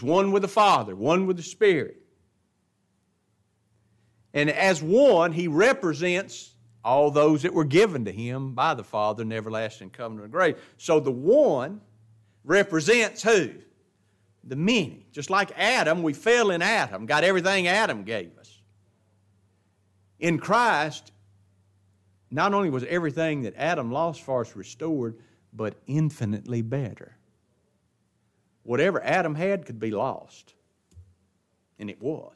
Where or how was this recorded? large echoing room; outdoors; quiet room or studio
large echoing room